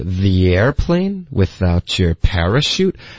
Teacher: 我们会把重音放在 out 上而不是 with